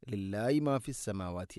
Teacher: ഹാഇൻ്റെ ഉച്ചാരണം ശ്രദ്ധിക്കണം, തൊണ്ടയുടെ താഴെ ഭാഗമാണ്